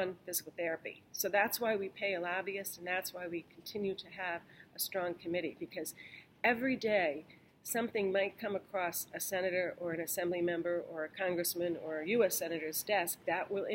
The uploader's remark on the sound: LIVE from the Federal Advocacy Forum